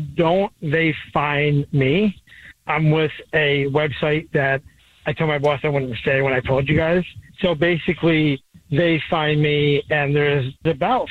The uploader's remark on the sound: The man on the phone has not one, but TWO Dirty Little Secrets!